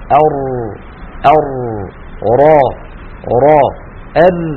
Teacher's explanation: كذلك في حرف الراء عندما نقول أر لاحظوا بأن اللسان يتقعر هكذا عند نطق حرف الراء، وأن هذه المنطقة من طرف اللسان وهذه المنطقة هاتان المنطقتان تلامسان ما يحاذيهما من غار الحنك، ويبقى في الوسط فجوة بسيطة ضئيلة يمر منها جزء الصوت. لاحظوا يا إخوة هنا كان الصوت يمشي هكذا بهذا العرض، لكنه لما وصل إلى هنا اضطر الصوت إلى أن ينجمع إلى وسط اللسان حتى يستطيع المرور من هذه الفجوة. · Term: الانحراف